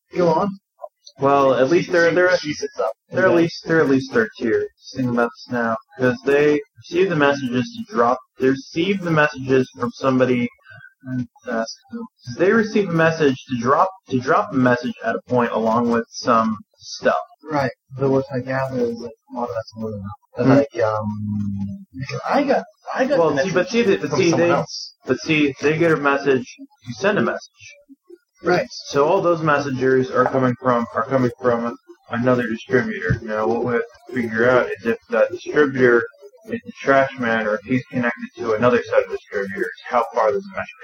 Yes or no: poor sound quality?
yes